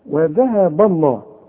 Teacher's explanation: وذهب احنا قلنا الذال دي ترقق وتطلع لسانك فيها، ها، وذهب الله.